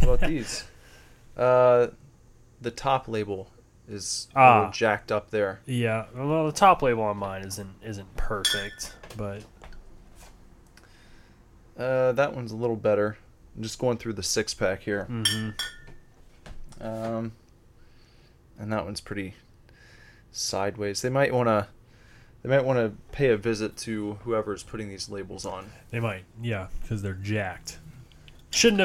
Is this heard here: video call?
no